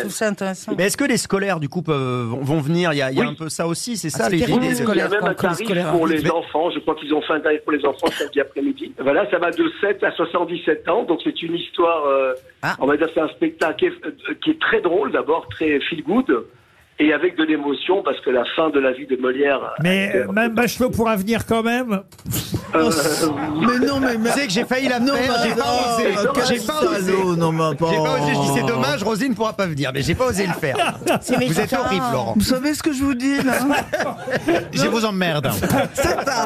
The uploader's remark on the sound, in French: LE COUP DE FIL DU JOUR. Était au téléphone des Grosses Têtes ce 26 octobre.